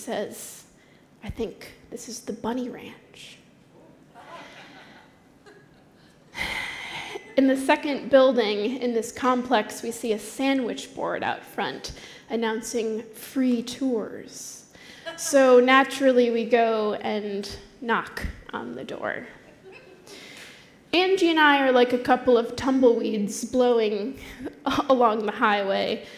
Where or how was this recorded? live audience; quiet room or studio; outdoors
live audience